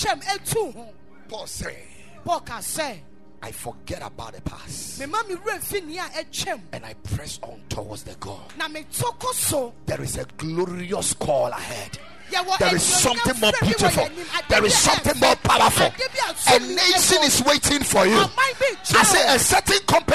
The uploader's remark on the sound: Preached at Ekklesia Chapel